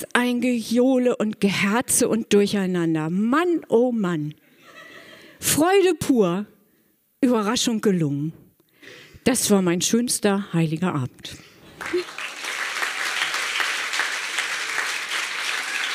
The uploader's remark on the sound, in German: Ein Beitrag von der „texte von gestern“-Liveshow am 13.10.2018 im kukoon Kulturkombinat, Bremen. Heißen Dank an das kukoon, unser tolles Publikum.